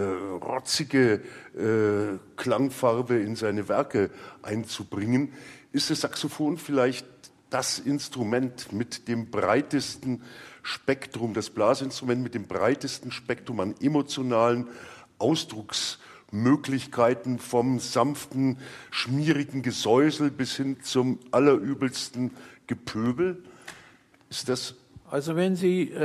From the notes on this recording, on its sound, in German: Live aus der Musikhochschule München. Samt Live-Musik.